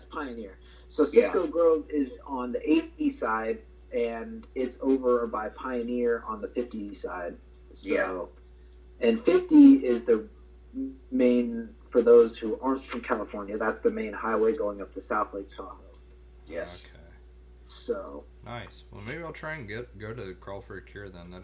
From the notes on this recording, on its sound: We apologize for the audio quality, as we are still getting things ironed out for guests.